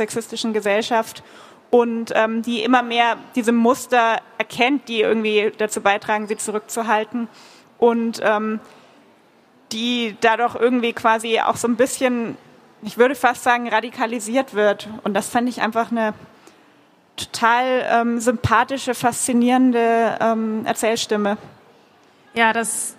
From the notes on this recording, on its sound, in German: Buch Wien - Live! Im Rahmen eines Live-Podcast auf der Buch Wien.